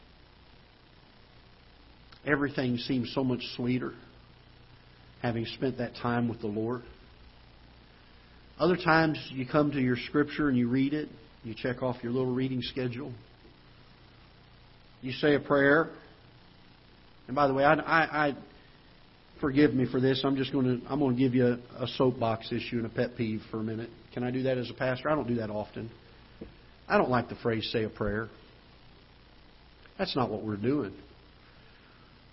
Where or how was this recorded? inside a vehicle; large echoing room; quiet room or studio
large echoing room